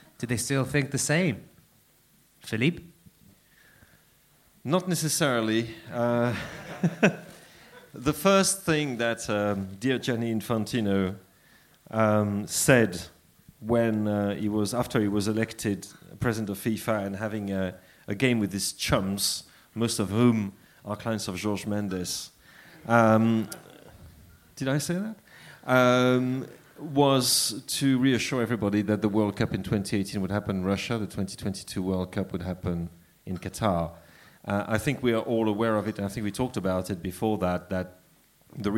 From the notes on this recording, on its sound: The Blizzard live in Dublin. The second half of the Blizzard's live Q&A event held at Dublin's Sugar Club on 3rd March 2016.